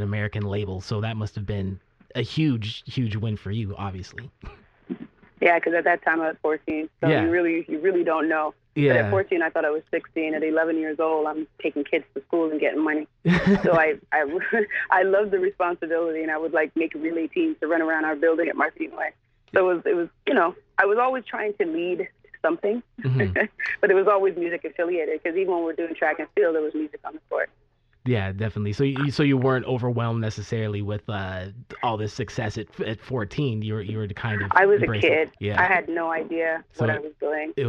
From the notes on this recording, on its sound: called into our radio show